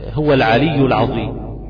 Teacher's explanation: يبقى انت الضاء اللي بعد العين اثرت فيك سلبا وخليتك تفخم حرف العين بالقوه